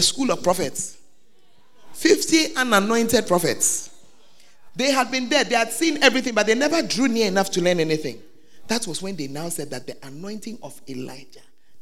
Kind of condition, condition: setting, live audience